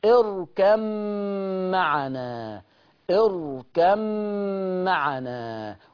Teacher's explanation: يعني انا مش عايز اسمع الا صوت الميم، لا اثر للباء، الباء ما تتسمعش. اركم من كاف لميم على طول، اركم معنا، اركم معنا، وما ننساش غنة الميم. · Term: يضغم الباء في الميم